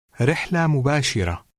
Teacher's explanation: In this case, the ta marbuta does not include the T sound.